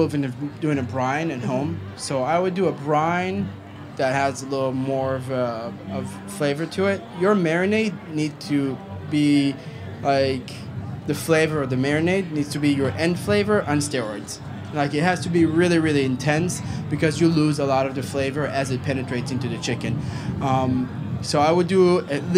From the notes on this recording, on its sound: To kick off Charleston Wine + Food, we catch up with one of our favorite Charlotte-based chefs at the Springer Mountain Farms campfire!